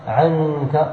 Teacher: الحرف الذي أخفيت عنده قال لأنك إذا قلت عنك مثلا وأخفيت تجد اللسان لا يرتفع ولا عمل له ولم يكن بين العين والكاف إلا غنة مجردة · Term: الإخفاء